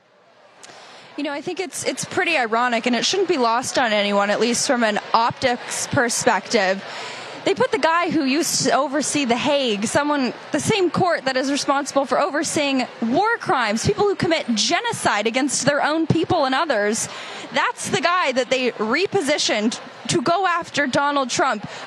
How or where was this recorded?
busy venue